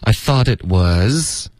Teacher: Yeah,好吃的。好，来看这句话怎么很流利的能说出来。好，他说 I thought it was,然后这一段呢 thought 跟 it 我们得连读，然后左话 I thought it,然后 it 的 t 呢会省略